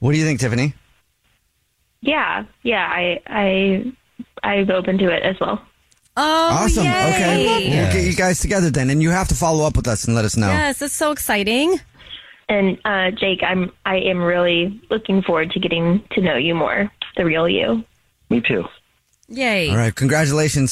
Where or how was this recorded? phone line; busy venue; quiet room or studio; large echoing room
phone line